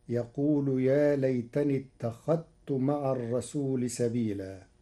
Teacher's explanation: قرأ ورش كلمة اتخذت بإدغام الذال في التاء حيث إنهما متقاربان صغير وحكمه جواز الإدغام فتصير: يقول: يا ليتني اتخذت مع الرسول سبيلا.